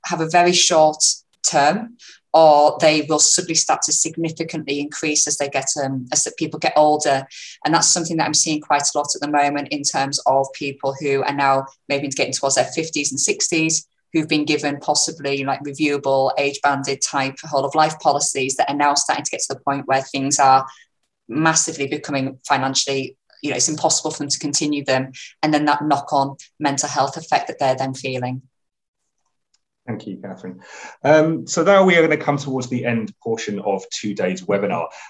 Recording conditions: video call